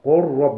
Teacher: أما المتقاربان الصغير هو أن يسكن الحرف الأول ويتحرك الحرف الثاني، وحكم هذا النوع الإظهار عند الإمام حفص ما عدا اللام والراء فحكمه الإدغام، مثل قل ربي، يعني تدغم اللام في الراء